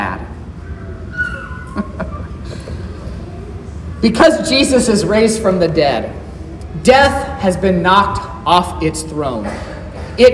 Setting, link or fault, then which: setting, large echoing room